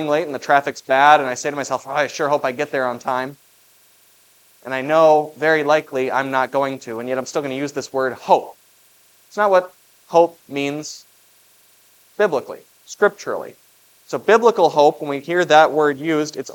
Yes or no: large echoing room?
yes